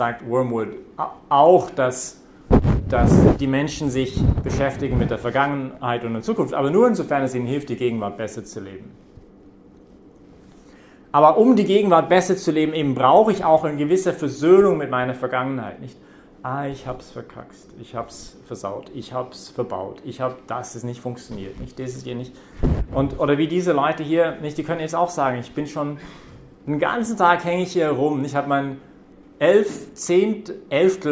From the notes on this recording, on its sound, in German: Predigt während der BeFree Messe. Im Zentrum Johannes Paul II.